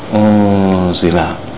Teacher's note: That means that the Noon is not clear, not Unzila, but Unzila. The tongue is placed close to the makhraj of the Zayin, and then the nasalization, the nasal sound is pronounced. · Term: Ikhfa